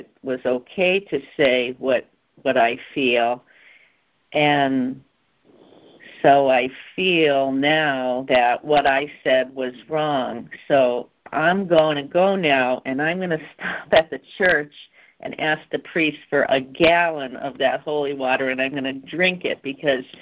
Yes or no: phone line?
yes